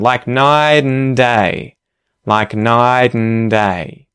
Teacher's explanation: you may also hear the word and being reduced and turned just into an n sound, right? Just into the n sound, like night and day, like night and day.